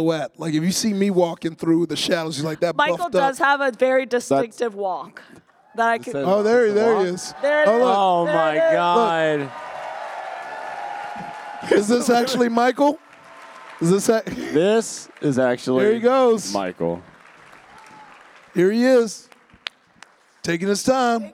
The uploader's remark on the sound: Coming to you LIVE from RTX 2022